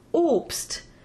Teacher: there's also the word for fruit, Obst, which has a closed O followed by three consonants